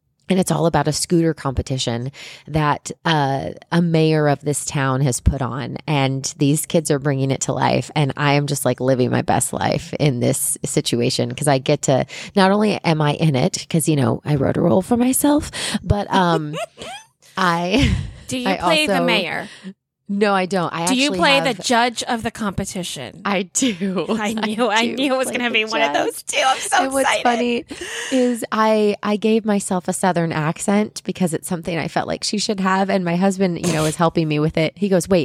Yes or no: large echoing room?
no